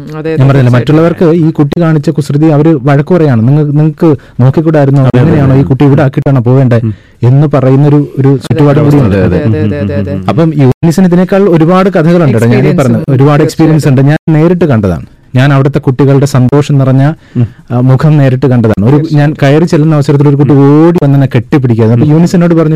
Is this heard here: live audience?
no